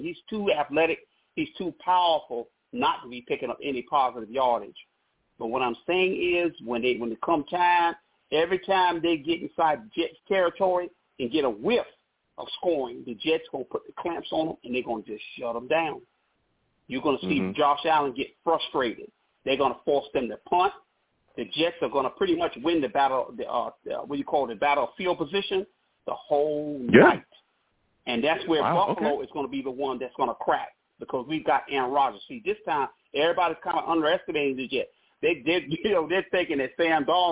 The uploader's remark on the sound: Tonight, live at 7pm eastern. I take live calls!